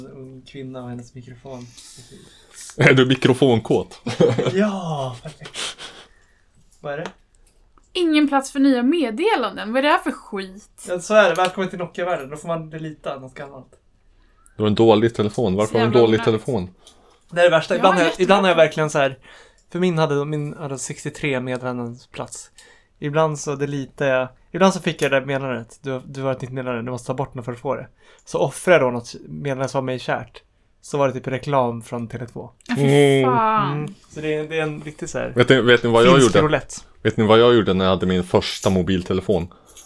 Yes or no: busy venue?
no